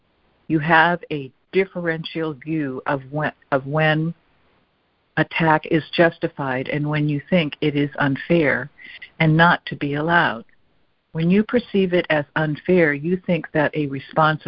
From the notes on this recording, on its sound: ACIM Daily Conference Call